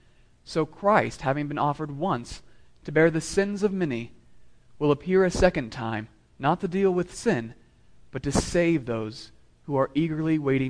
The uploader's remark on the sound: Sermon delivered to meeting of the Southwest Presbytery of the PCA, Fall 2016, at Christ the King Presbyterian Church of El Paso.